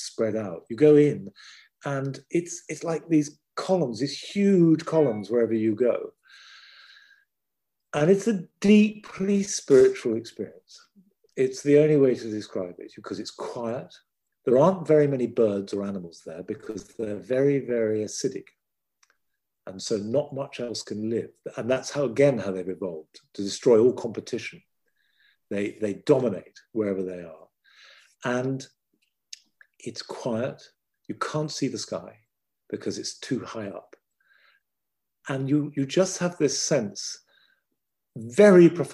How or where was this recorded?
video call